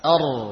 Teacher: ra dibaca tebal jika di fathah atau di sukun sebelumnya fathah · Term: ra tebal